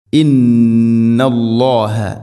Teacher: ഇന്നല്ലാഹ നൂന് ശദ്ദ് മണിക്കണം, ഗുന്ന ചെയ്യണം. ഇന്ന ഗുന്നയുടെ ദൈർഘ്യം രണ്ട് ഹർക്കത്തിൻ്റെ ഖദറാണ്.